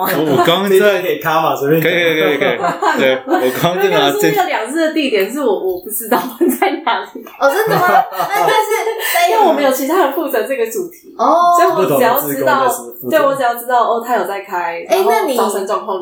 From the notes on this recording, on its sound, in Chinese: 這次換了新的錄音環境(終於可以跟垃圾車音樂 say 8181) 導致收音不清楚